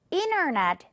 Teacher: T 앞에 지금 N이 있을 때 이럴 때요. 어떻게 발음이 될 때가 있냐면 이 T가 그냥 무음으로 사라져버리는 겁니다.